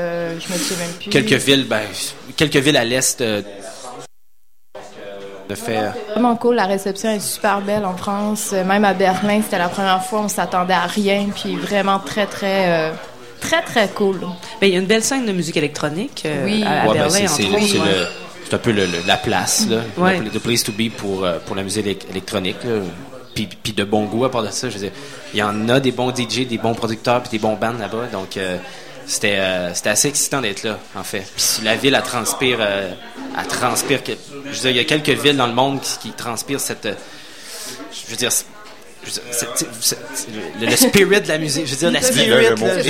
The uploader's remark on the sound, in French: Au Festival d'été de Québec, en direct du bar Le Sacrilège, sur les ondes de CKRL 89,1.